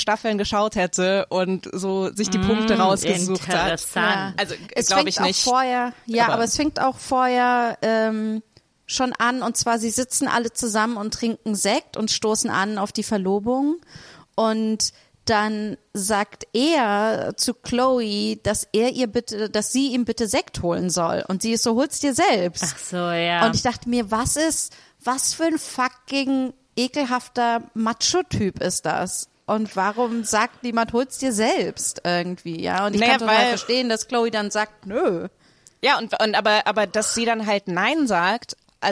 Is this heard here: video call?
no